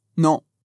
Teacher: vai fazer a boca no formato da letra O, O, com um som nasal que fica on. Importante, diferente do português, que a gente pode falar, por exemplo, não ou bom. · Term: som on